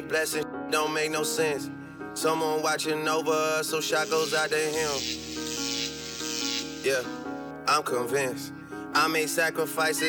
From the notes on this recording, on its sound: Brunch at Air Restaurant & Lounge DC. Spins LIVE at The Air Restaurant & Lounge | 2473 18th St NW Fl 2, Washington, DC 20009.